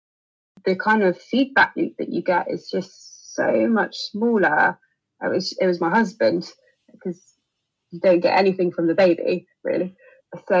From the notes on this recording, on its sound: Apologies for the audio quality on this episode, thanks in part to a dodgy Zoom connection and an overzealous Siamese cat called Brandy.